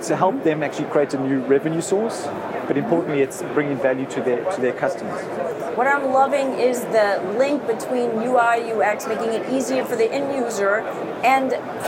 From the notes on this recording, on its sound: At Money20/20 Thunes Stand. Conversation at exquisite MoneyPot stage to wrap up the Live Coverage of #BBE at Money20/20.